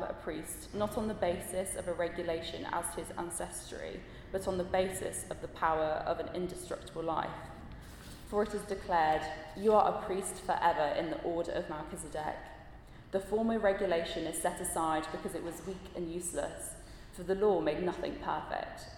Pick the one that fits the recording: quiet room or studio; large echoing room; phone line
large echoing room